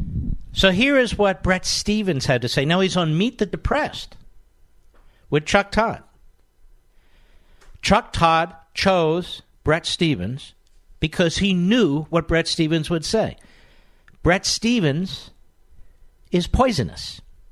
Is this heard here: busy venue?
no